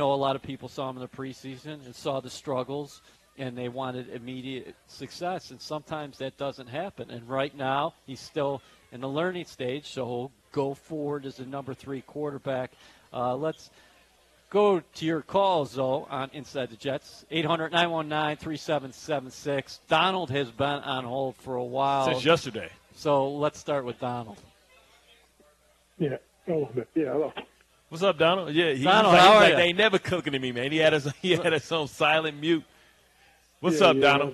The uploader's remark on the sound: Live from Vanderbilt's in Florham Park, NJ